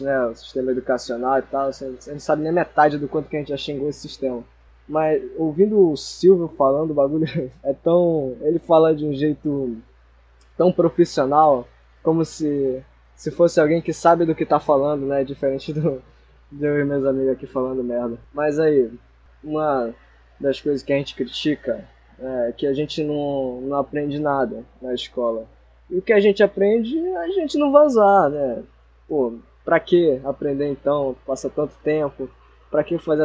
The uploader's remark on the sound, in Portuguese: Mais uma vez, desculpa a qualidade do áudio.